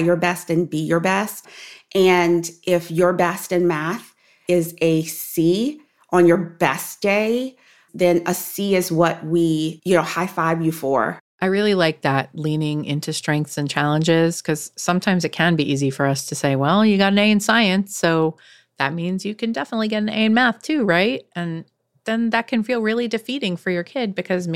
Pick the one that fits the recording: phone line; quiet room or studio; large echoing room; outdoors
quiet room or studio